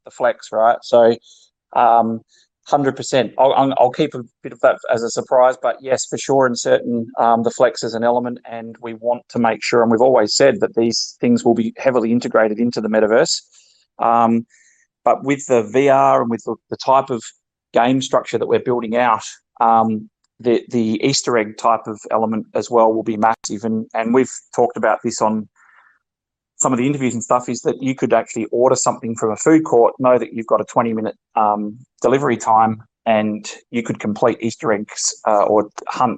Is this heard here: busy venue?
no